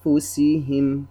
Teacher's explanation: طبعا العلة من الإخفاء هو أن أحرف الإخفاء ليست بعيدة جدا عن مخرج النون والتنوين بحيث نذهب إلى الإظهار، وليست قريبة جدا بحيث نذهب إلى الإدغام، فهنا يستحسن الإخفاء، أي بين كما قلنا في التعريف. نخفي النون الساكنة التي جاءت قبل حرف الفاء، أنفسهم هكذا. · Term: إخفاء حقيقي